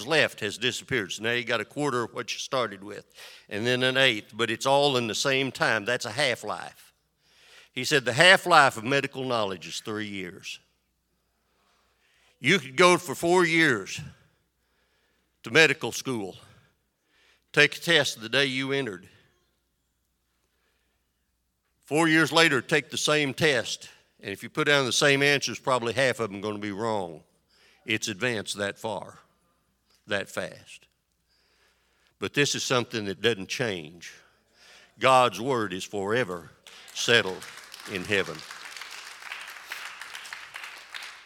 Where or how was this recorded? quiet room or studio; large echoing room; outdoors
large echoing room